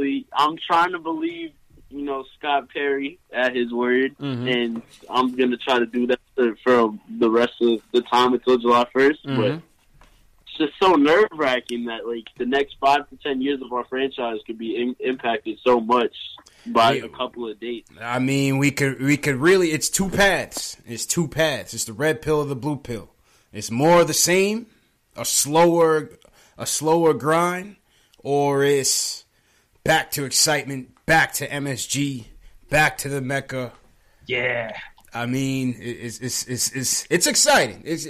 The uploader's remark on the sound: take live phone calls from fans around the world